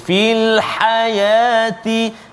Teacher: ha pedas di tengah halqum